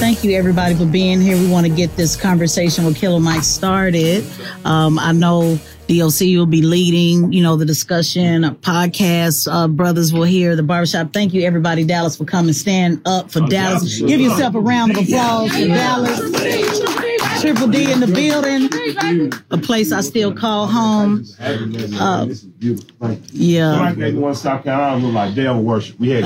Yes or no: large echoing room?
no